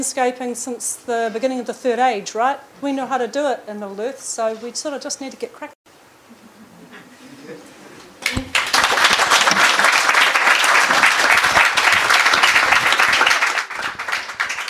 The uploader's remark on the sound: Live recording from NZISF 2023. Representatives of each Science Challenge will gather in Dunedin across four nights. This talk was recorded live on 5 July 2023 as part of the New Zealand International Science Festival.